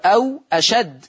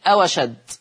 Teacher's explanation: تحذف همزة أشد وبناخد حركة الفتح اللي عليها وتوضع على الواو فتصير أوشد · Term: النقل